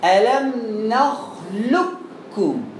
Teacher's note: نخلقكم في سوره المرسلات فيها وجهان، الادغام الكامل والادغام الناقص. الادغام الكامل يعني النطق بالكاف الخالصه وعدم سماع صوت القاف مطلقا